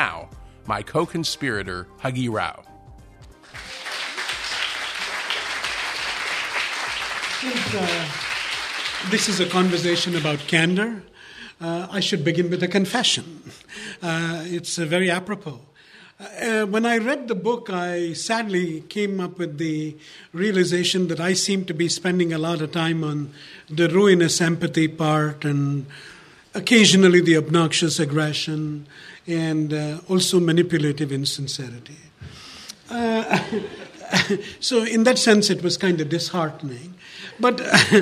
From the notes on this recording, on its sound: At the end of our live recording of the final FRICTION episode